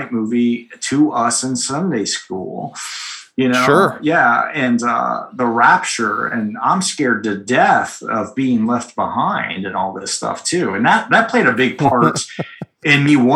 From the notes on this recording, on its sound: join on a Zoom call